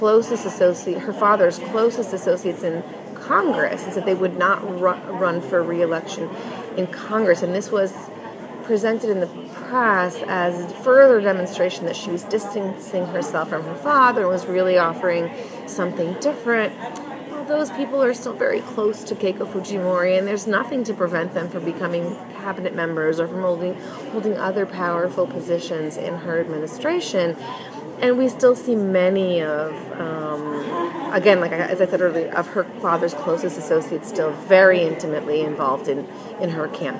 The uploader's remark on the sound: The program includes two interviews recorded at the recent Latin American Studies Association (LASA) meetings in New York City.